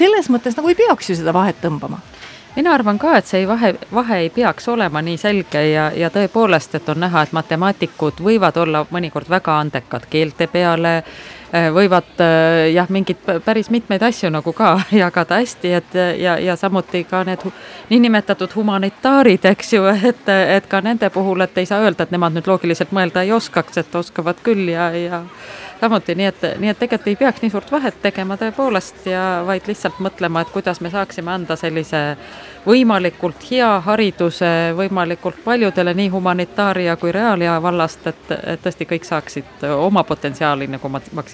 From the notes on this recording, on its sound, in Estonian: Sel reedel läheb Nädala tegija eetrisse Arvamusfestivalilt